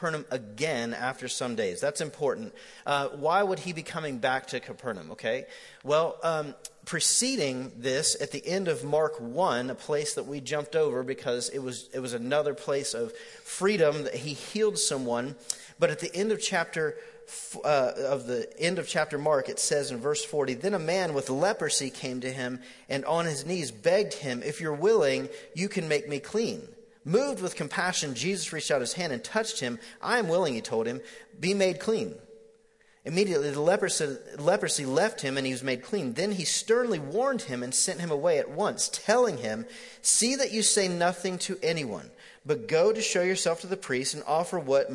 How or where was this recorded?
large echoing room